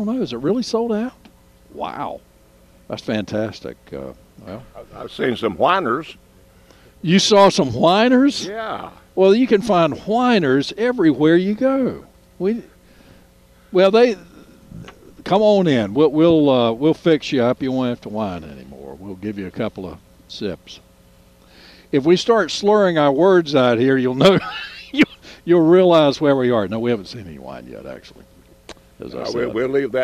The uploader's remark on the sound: broadcasting live from the NC Wine Festival.